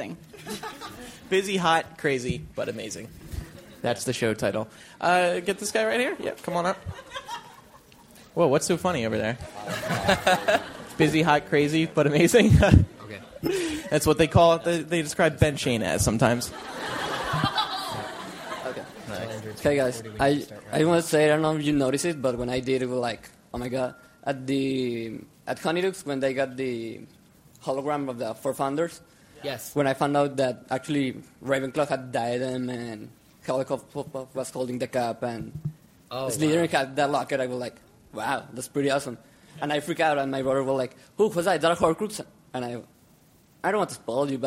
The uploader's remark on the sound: LIVE From Infinitus 2010 and The Wizarding World. The MuggleCasters are in Orlando to podcast in front of a live audience! The second is live from within the Wizarding World of Harry Potter theme park!